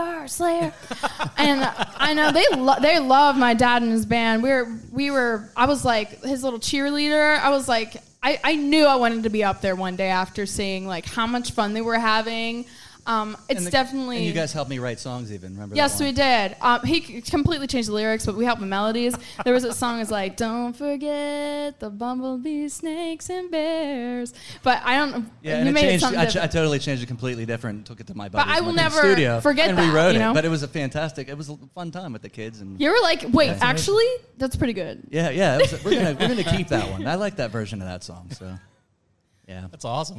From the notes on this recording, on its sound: Live from the Love Local Courtyard Concert Series. Our 3rd installment of the micro-casts from the Love Local Courtyard Concert Series!